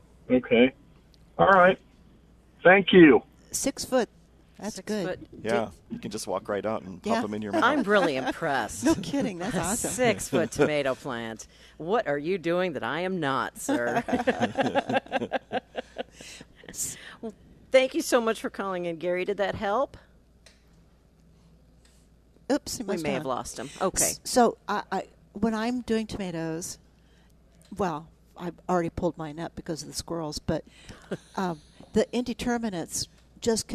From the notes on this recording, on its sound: Live at Prairie Gardens 7-13-19.